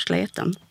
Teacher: i vissa fall även med ett tjockt L uppe i norra Småland